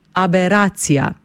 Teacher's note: Gre za samostalnik ženskega spola, besedo sestavlja 9 črk, od tega 5 samoglasnikov in 4 soglasniki, pri izgovori pa smo pozorni na drugi A, torej nad njim napišemo ostrivec, pravopisno gledano, zato ga pri izgovorjavi tudi poudarimo. Pravilno izgovorjena beseda zveni tako: aberacija.